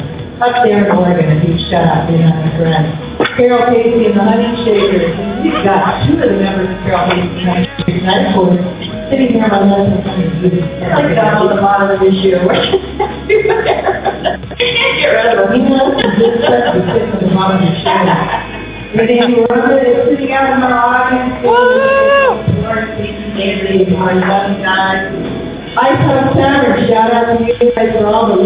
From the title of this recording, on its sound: LIVE from LepreCon